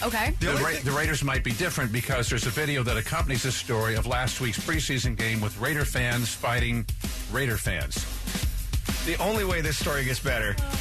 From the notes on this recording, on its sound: a former Starbucks manager called